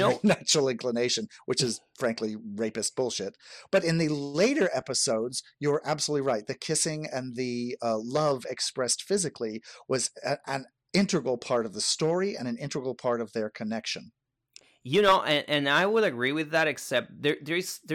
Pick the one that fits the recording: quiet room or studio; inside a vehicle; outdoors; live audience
quiet room or studio